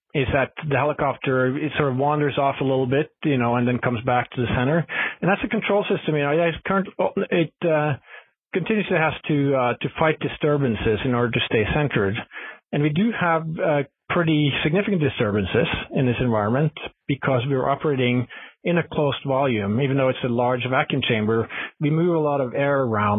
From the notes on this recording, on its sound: Future in Space Operation teleconference